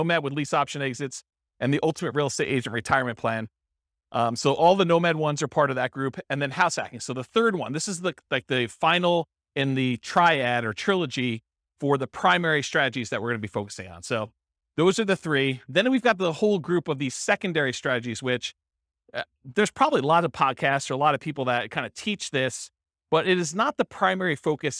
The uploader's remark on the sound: This was a live class recorded